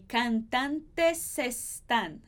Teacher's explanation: A gente vai juntar esse S com o están.